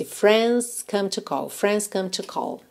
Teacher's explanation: Pensa direto do N pro S. · você pode omitir esse D de friends. Às vezes o D é que vai te prender na velocidade.